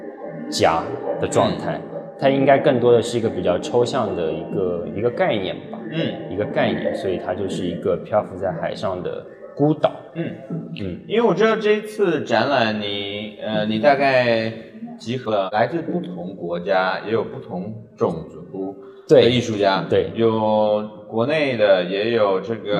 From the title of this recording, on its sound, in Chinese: 艺术家群展「迷雾幻屿 Foggy Island」现场导览